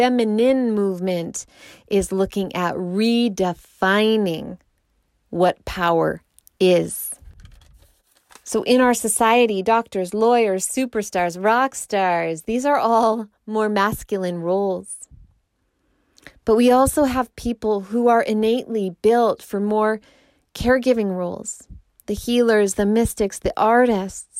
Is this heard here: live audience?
no